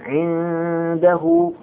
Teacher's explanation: هذه النون الساكنة تخفى في حرف الدال · Term: الإخفاء